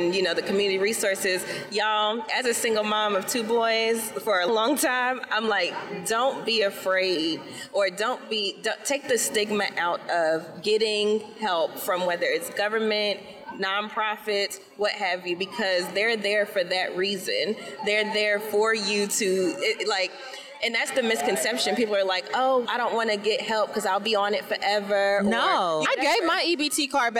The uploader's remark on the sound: Coming to you live from FinCon 2022